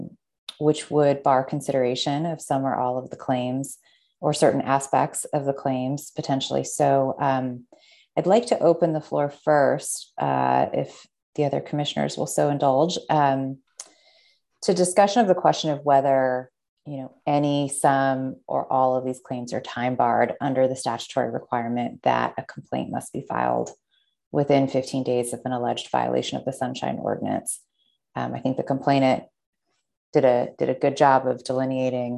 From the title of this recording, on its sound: 2022-05-02 Open Government Commission Meeting - ZOOM